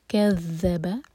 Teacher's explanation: كذب اور ذال ہے، اس کو زا کے ساؤنڈ نہیں دینا. كذب ایک ایک حرکہ، تینوں لیٹرز لائٹ، و واو کے لیے ہوٹ کول.